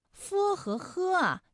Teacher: 是你要上牙轻触着下唇去发音。那么 h 的发音技巧呢，是这样啊，舌根要用力，尽量的上拢，靠近软腭，让气流从舌根和软腭之间流出。呵，哎，我们呵的时候啊，这个舌根要用力啊，找到这样的感觉。呵和呵啊，发音的时候呢，声带都不颤动